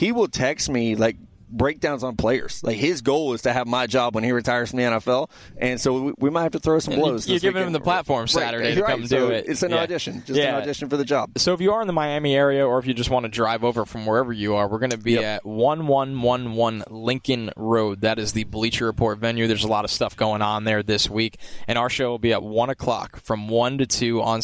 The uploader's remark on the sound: Live from Radio Row.